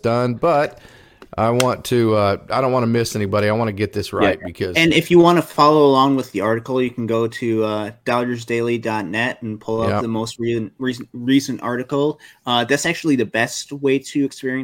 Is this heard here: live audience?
no